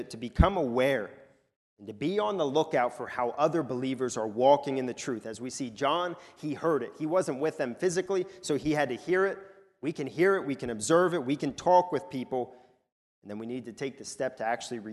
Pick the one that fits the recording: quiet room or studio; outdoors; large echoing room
large echoing room